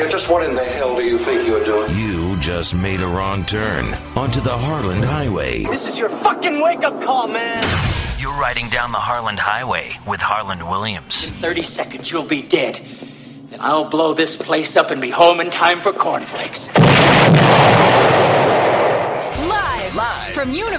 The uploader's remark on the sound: This is 400 - B the IN STUDIO AT UNIVERSAL CITY episode. Live calls and webcast.